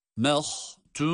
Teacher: Mim ince ha kalın.